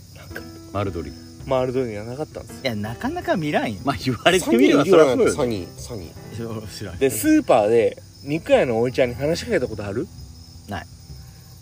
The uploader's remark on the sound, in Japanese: 福岡市西区にある唐泊VILLAGEで。収録の日はお盆だったので焚き火で先祖を迎えております。